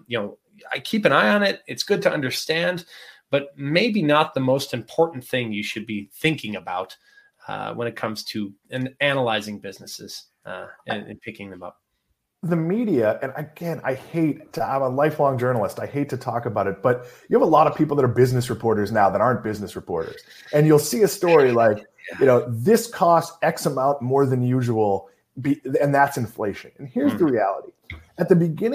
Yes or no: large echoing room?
no